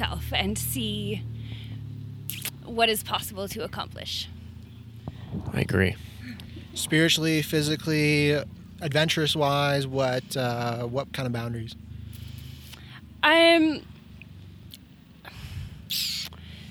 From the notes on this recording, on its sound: This episode was recorded in a public parking lot so lots of things were happening. Especially with strangers walking by who wanted to get in on the fun!